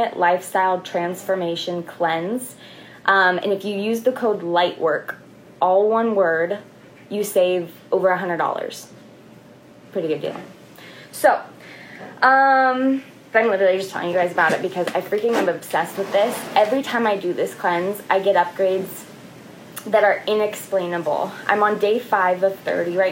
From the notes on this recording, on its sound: This episode is audio from an IG Live.